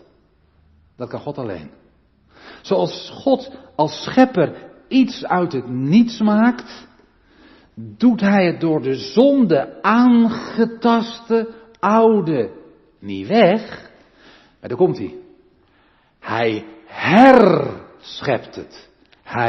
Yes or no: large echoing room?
yes